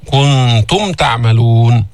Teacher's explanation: أظهرنا الميم الساكنة لأنه ما في بعدها باء، وما أضغمناها ما في بعدها ميم، أظهرناها بعدها تاء، غير الباء وغير الميم إذا جاءت بعد الميم الساكنة خلاص إظهار.